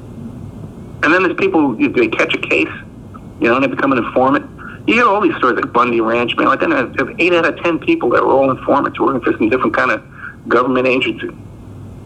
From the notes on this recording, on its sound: for a phone call